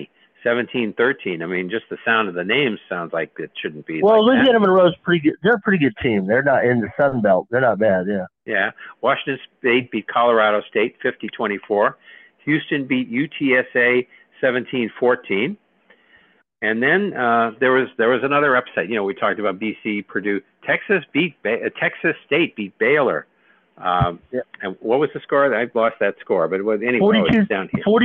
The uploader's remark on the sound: take your live calls